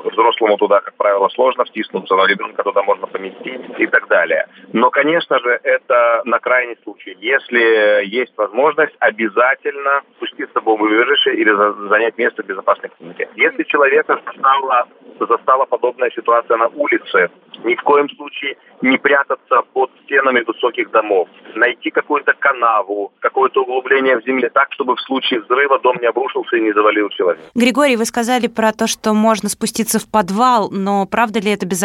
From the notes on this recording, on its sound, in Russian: По телефону